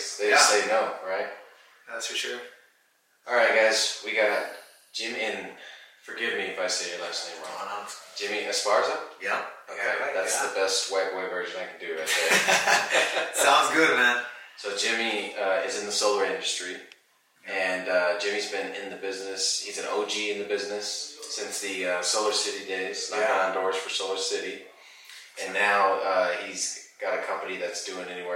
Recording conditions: poor sound quality